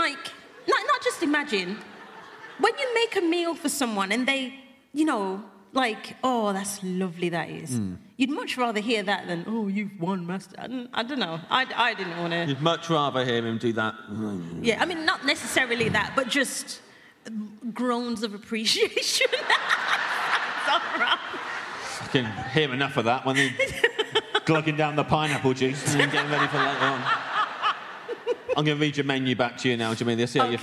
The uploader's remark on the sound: It’s our first episode from the Off Menu live tour! Live at the Birmingham Hippodrome.